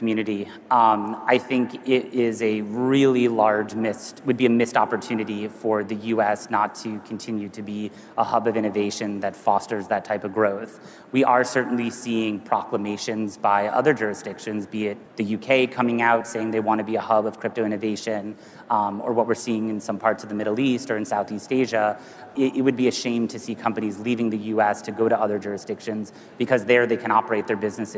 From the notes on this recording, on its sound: A Consensus 2023 panel.